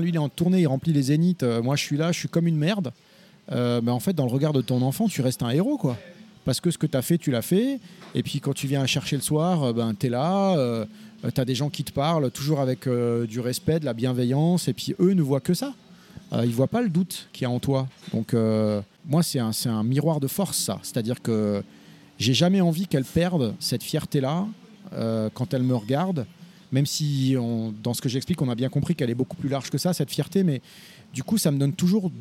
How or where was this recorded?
busy venue